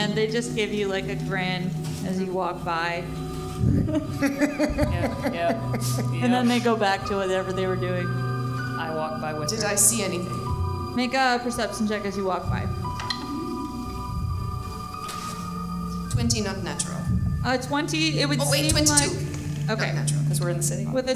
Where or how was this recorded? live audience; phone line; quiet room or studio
live audience